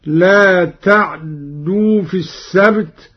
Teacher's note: أبدلت التاء دالا وأدغمت في الدال الثانية